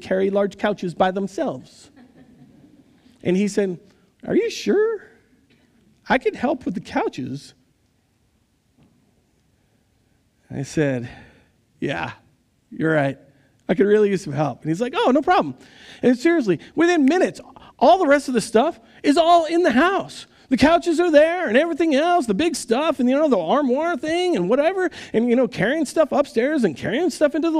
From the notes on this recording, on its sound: Recorded live at Word of Life Church in Le Sueur, Minnesota, on November 13, 2022